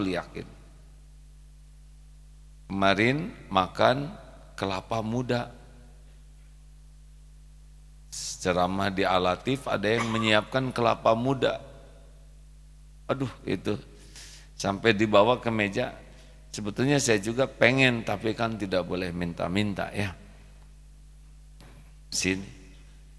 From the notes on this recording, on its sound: Live dari Masjid Daarut Tauhid Bandung.